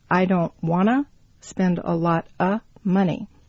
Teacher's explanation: of becomes a if it's said at a natural speed · Term: reduced forms